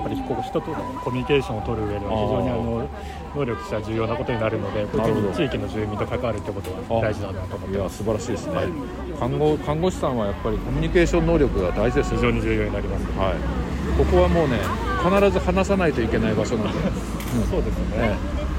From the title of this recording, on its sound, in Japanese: 石山朝市に出店！現場よりお送りします